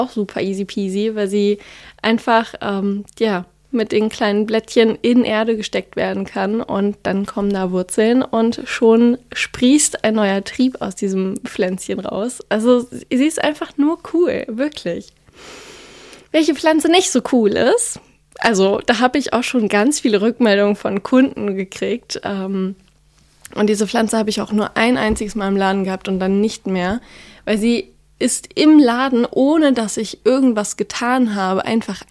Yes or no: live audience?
no